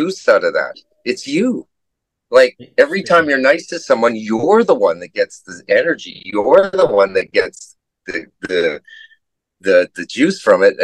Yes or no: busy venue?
no